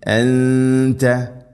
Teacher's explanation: അൻത നൂനിനെ അവ്യക്തമാക്കി മണിക്കണം. · Term: ഇഖ്ഫാവും ബിഗുന്ന